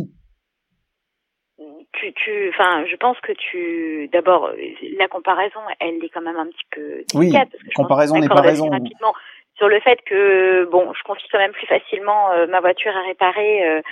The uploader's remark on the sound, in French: Hélas à distance vu les circonstances et "l'urgence". Conversation par téléphone.